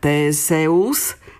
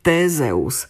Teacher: pri výslovnosti rešpektujeme s medzi dvoma samohláskami, teda vyslovujeme s a nie z · Shown in: first take